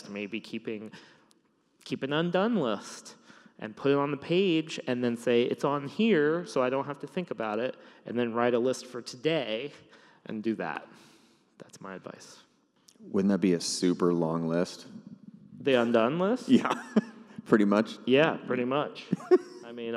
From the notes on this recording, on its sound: Came out to Seattle and we chatted in front of a live audience! Some great questions, a few good laughs, and it all takes place in a huge church!